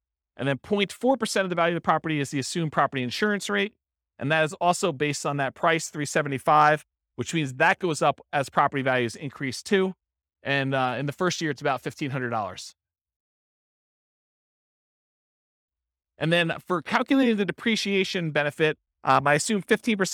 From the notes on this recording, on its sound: This was a live class recorded.